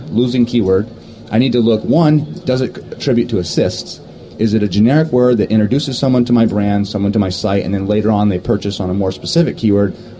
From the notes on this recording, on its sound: On Location from SES San Jose 2009